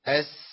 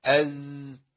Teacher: السين فيها نفس بيطلع أس مع الصوت، تلاقي هوا طالع كده مع الصوت، طب وإزاي؟ صوت بس مفيش هوا، لو طلع هوا يبقى أنا بخش على المكان اللي بيطلع منه السين، أما أقول أز كده مفيش هوا، أز أيوة كل ما هبتدي أفوت الحنفية أفتح حنفية الهوا شوية هلاقي إيه؟